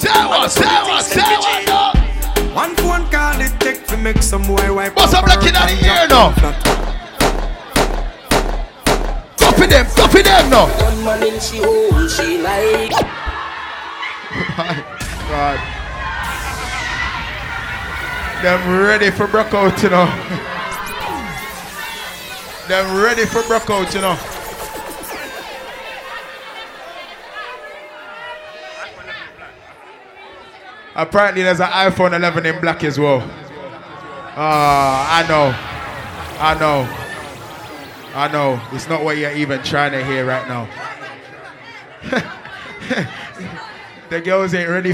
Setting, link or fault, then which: setting, busy venue